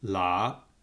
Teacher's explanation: a low rising tone